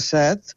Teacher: en català central es pronuncia en veu oberta